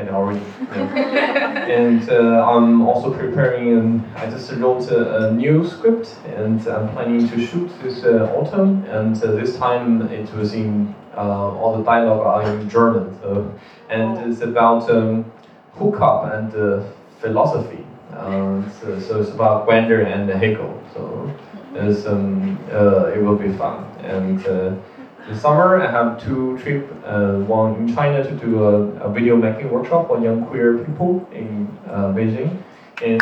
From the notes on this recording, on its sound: It's a recording of a panel talk. Organized for Asian Diaspora Month 2019. Sorry for the bad audio quality!